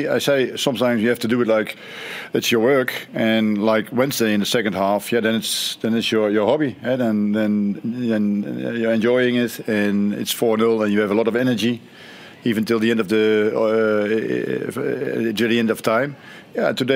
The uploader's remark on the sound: Post-Match Press Conference